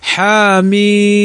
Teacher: هناك حروف لا تمد إلا بمقدار حركتين مثل حي، مثل حاء في قولنا حاميم، ما نقول حاميم لا، إنما حاء بمقدار حركتين حاميم.